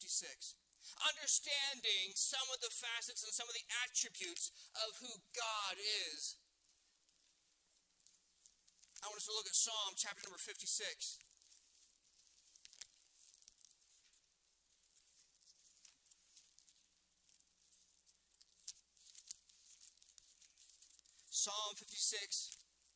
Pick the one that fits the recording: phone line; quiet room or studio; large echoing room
large echoing room